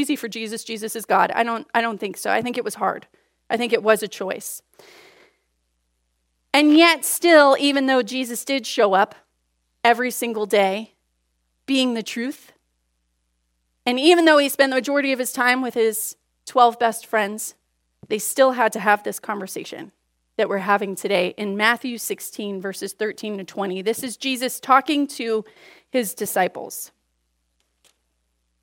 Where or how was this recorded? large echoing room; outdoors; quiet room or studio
large echoing room